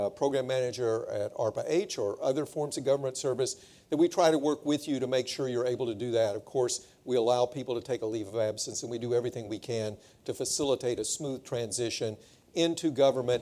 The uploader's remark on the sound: In this special episode in front of a live audience at the Stanford School of Medicine.